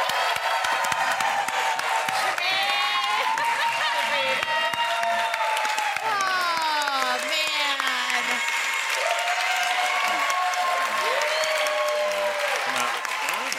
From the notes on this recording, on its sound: DragonCon 2019 Live Show. We had an hour meet and greet with VIP member of the audience which absolutely sky rocketed our energy to help us make the best Live Show to date!